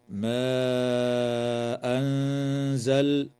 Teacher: وتمد الألف في قوله تعالى: ما أنزل بمقدار 4 أو 5 حركات من قبيل المد المنفصل. وتخفى النون الساكنة عند الزاي مع الغنة مرققة في كلمة أنزل، وعند الشين في قوله تعالى: من شيء.